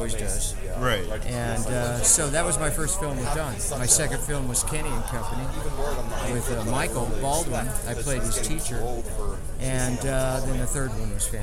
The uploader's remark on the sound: live from Pittsburgh's Horror Realm Con